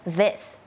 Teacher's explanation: มันไม่ใช่ดอเด็กอย่างเดียวเนาะมันมีความสั่นนิดนึงแล้วก็มีลมออกมานิดนึง